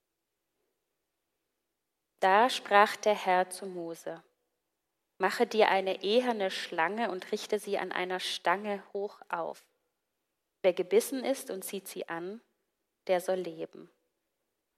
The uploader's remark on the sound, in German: Gottesdienst vom 25.02.2024